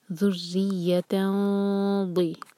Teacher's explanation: یہاں پر ہم نون کی آواز کو چھپائیں گے اور ضاد کے لیے زبان تیار کریں گے · زبان کی سائڈ سے ضاد کا مخرج نکالیں گے تو ہماری زبان آلموسٹ کلوز ٹو ضاد ہو جب ہم اخفاء کریں.